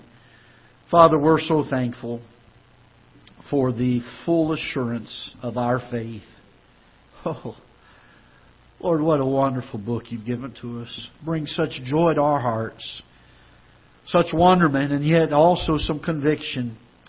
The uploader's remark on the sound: Ketha Heights Baptist Church ~ Live Broadcast